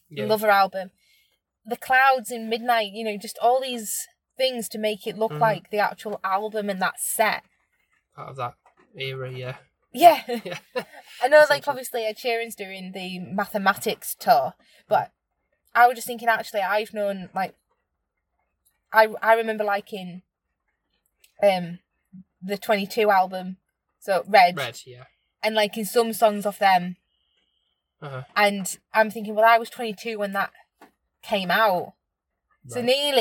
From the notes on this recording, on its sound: brief recording of our experience when we got back to the car (as it started to rain - typical British weather